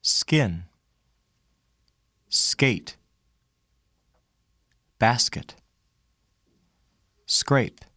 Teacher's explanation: When k occurs just after the sound s,There is no puff of air.